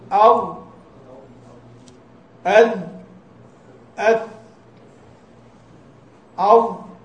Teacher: والظاء هي أدخل الثلاثة